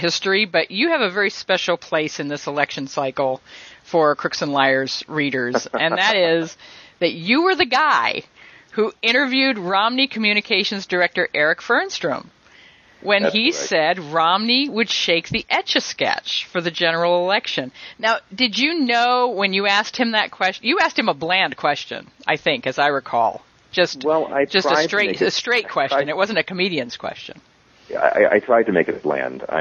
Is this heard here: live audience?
no